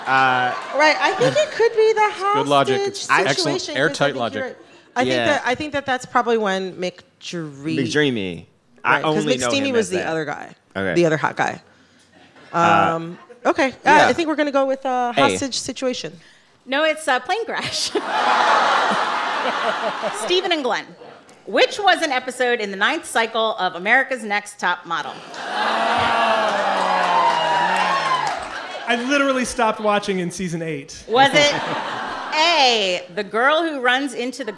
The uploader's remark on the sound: This episode was recorded live at the Bell House in Brooklyn.